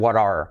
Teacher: What are se convertiría en what are. T como R suave